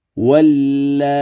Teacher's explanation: الطول في الألف مع تسهيل الهمزة بين بين مع الروم